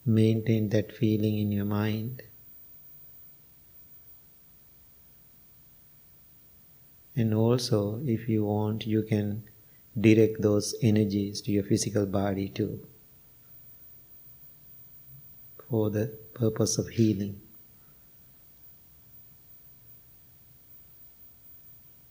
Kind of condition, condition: setting, large echoing room